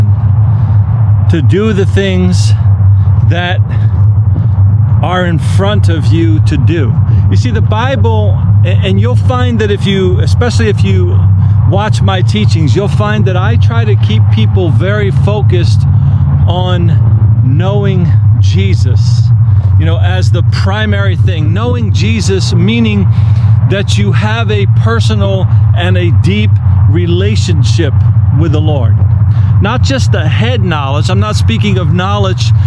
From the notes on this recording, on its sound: The audio was recorded outdoors of a GoPro.